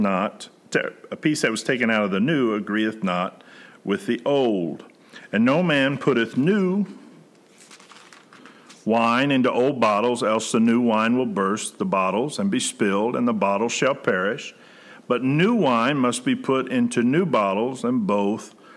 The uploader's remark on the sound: Preached June 28, 2020 at General Baptist Church God's House of Prayer in Fairborn, Ohio